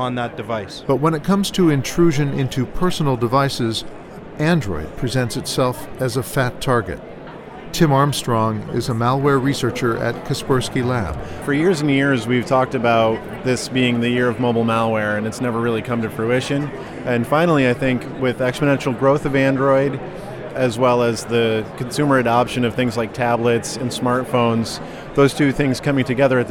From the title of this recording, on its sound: On the Floor of the 2012 RSA Security Conference